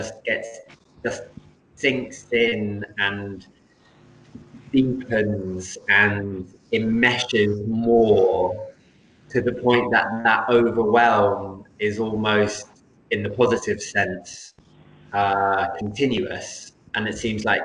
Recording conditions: video call